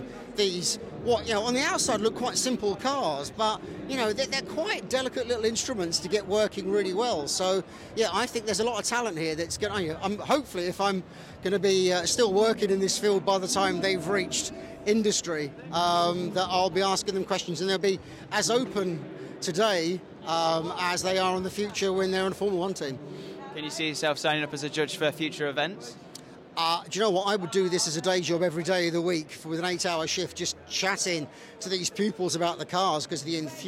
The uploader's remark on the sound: recorded directly from the Lenovo F1 in Schools UK National Final 2022 at Autosport International